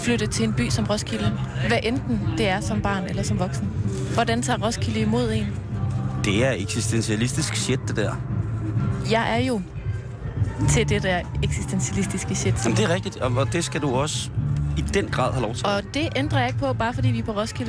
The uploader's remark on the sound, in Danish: Live fra Roskilde.